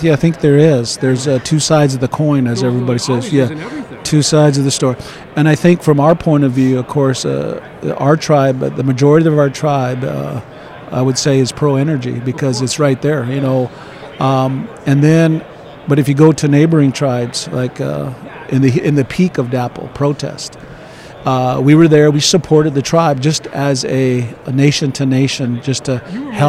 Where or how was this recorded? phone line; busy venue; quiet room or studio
busy venue